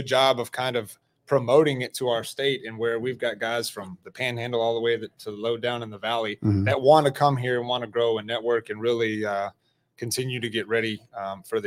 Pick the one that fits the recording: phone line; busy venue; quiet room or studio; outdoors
busy venue